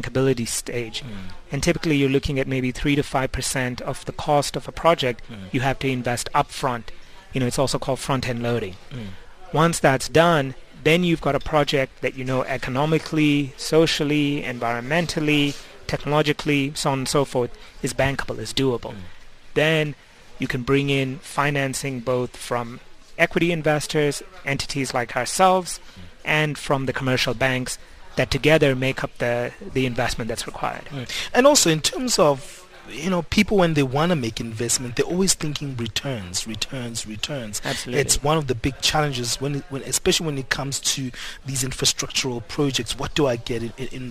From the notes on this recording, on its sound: We today in our outside facility here in Sunninghill, west of Johannesburg